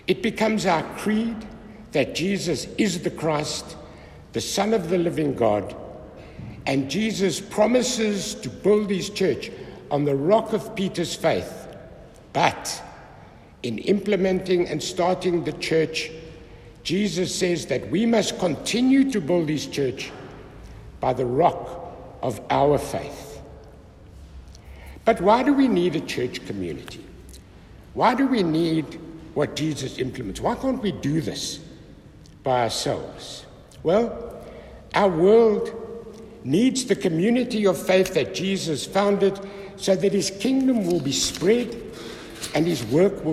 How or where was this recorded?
large echoing room